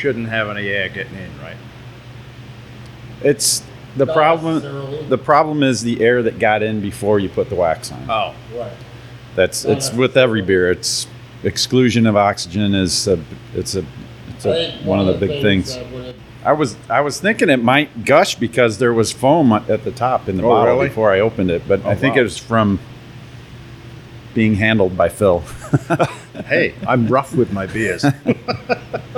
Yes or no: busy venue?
yes